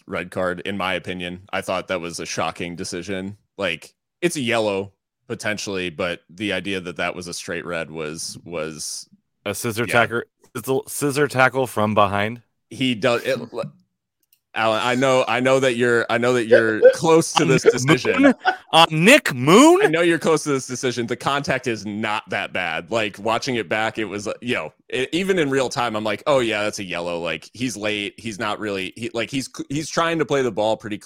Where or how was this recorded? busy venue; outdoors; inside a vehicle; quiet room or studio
quiet room or studio